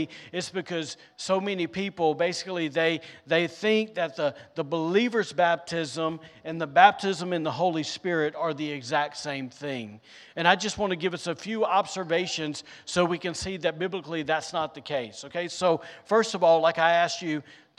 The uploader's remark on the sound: recorded on Sunday, May 21st, 2023, during service at The Anchor Church in Rockport, Maine